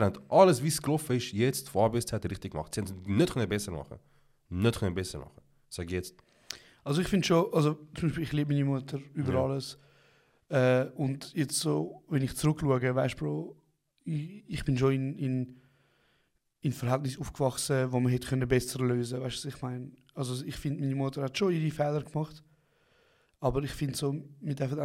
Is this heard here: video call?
no